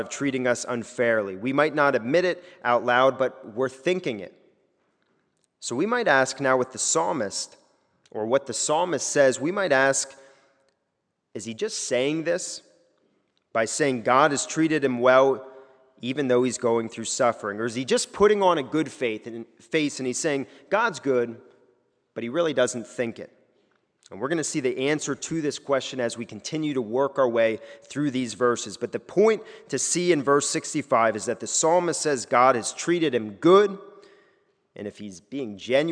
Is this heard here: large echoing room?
yes